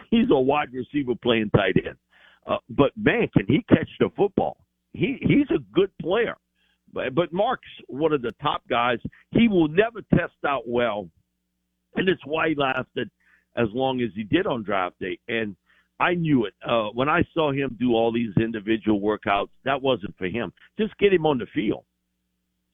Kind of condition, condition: link, phone line